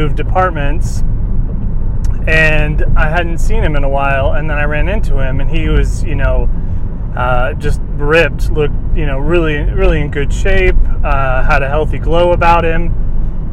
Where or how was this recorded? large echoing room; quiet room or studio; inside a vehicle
inside a vehicle